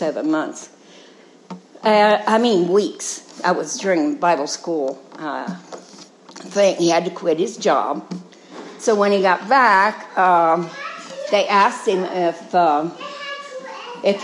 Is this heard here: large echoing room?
yes